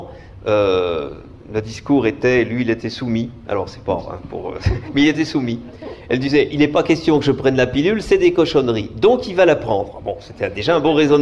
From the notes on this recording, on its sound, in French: Une émission proposée dans le cadre des radio-conférences du Labo des savoirs, au Lieu unique à Nantes.